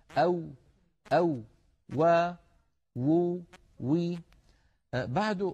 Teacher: الواو كما نعلم يا إخوة حرف يخرج من الشفتين ويصاحب ذلك تذبذب للوترين الصوتيين في الحنجرة